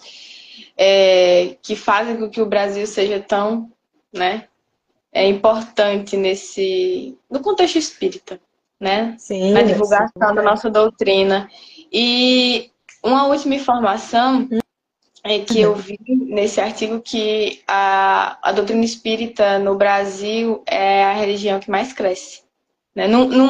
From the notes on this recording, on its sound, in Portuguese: Live realizada através do Instagram